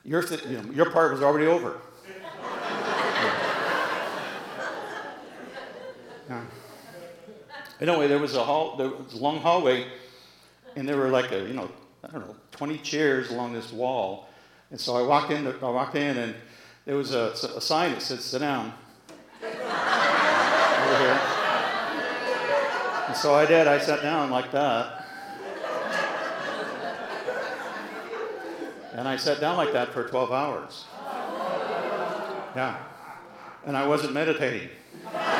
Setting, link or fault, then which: setting, live audience